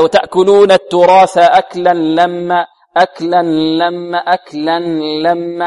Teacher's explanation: البعض ربما يدغم التنوين في اللام مع بقاء ماذا؟ شيء من الغنة، شيء من النون.